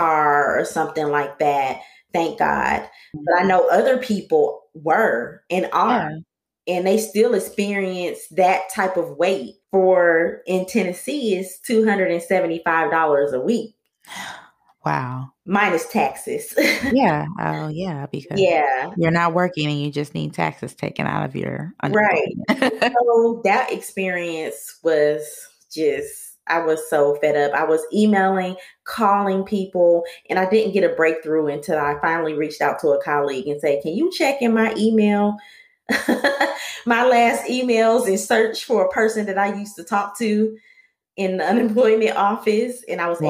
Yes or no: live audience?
no